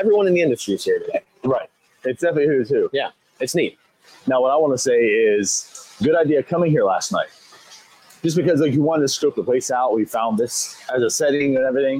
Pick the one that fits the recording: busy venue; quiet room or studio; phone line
busy venue